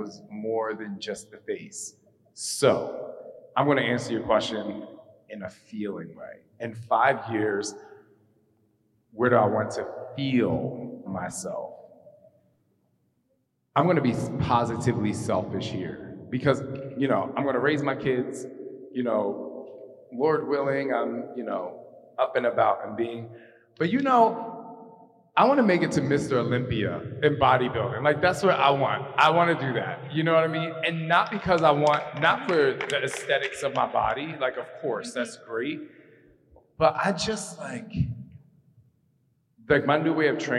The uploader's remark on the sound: The vibrant city of Lisbon as he shares his experiences with guests of his LIVE event. While the audio quality may not be perfect.